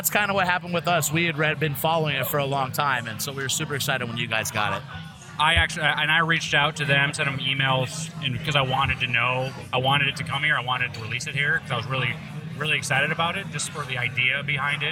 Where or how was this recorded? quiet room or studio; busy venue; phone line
busy venue